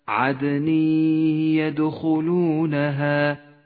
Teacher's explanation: يسقط التنوين من اللفظ وتغن الياء بمقدار 2 حركات التنوين لون بالرمادي لأنه لا يلفظ والياء لونت بالأخضر إشارة إلى · Term: الإدغام بغنة